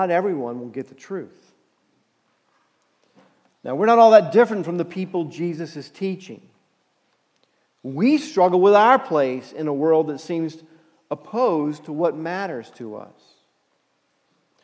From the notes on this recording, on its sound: Message Preached at Valley Creek Church